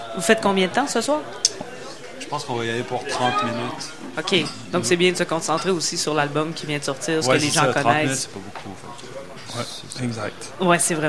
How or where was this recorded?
busy venue